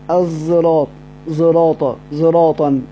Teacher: مزج لفظ الصاد بالزاي لأنها تجانس الطاء في الجهر